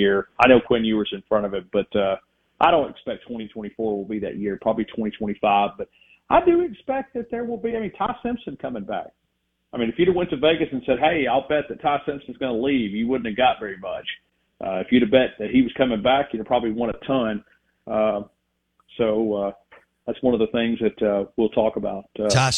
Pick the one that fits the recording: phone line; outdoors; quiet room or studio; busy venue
phone line